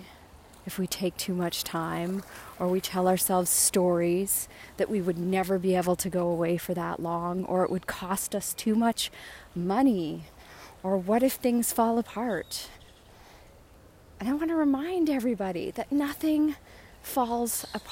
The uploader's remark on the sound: records live on n the beach in Playa Del Carmen